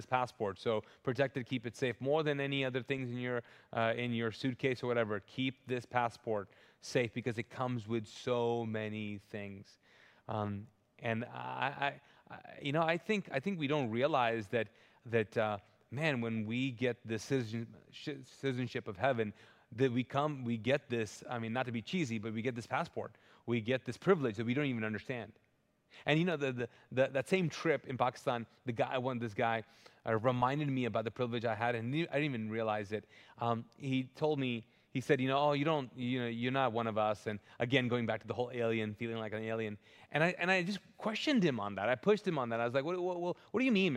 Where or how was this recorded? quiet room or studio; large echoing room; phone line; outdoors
large echoing room